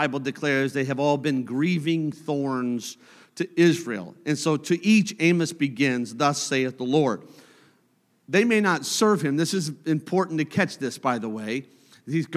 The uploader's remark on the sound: a service recording from Connect Point UPC